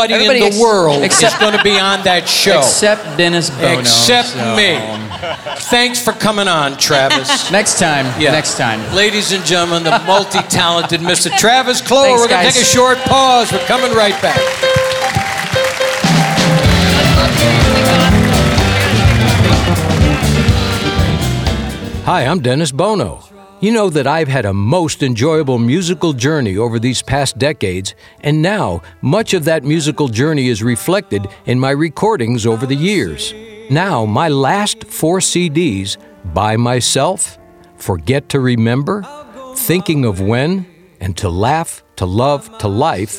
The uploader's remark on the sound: Live at the SouthPoint Casino